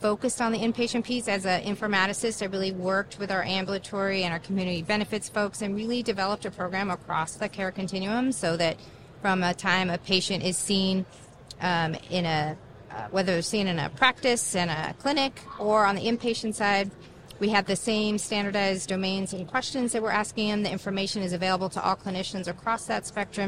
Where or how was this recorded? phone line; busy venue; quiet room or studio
busy venue